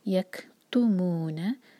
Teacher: کیف پر ہمس اور پھر تو پر زور